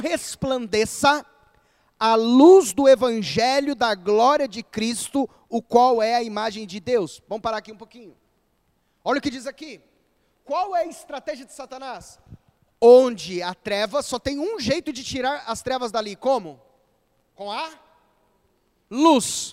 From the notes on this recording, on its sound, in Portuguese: gravado em 26-09-2021 na Igreja Evangélica Batista em Campo Grande-MS